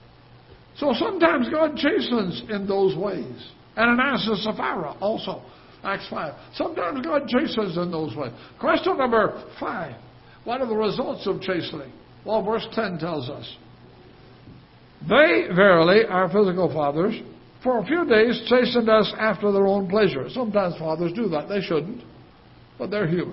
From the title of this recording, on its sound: Ketha Heights Baptist Church ~ Live Broadcast